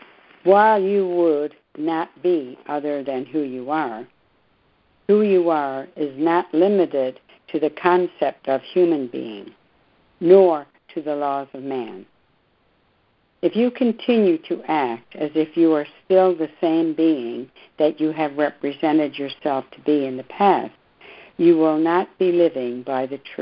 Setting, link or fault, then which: link, phone line